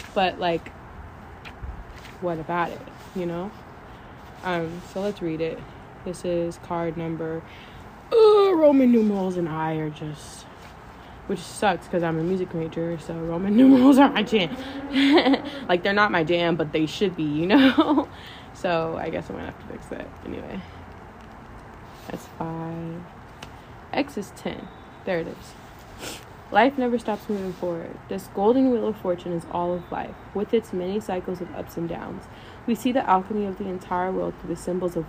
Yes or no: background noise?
yes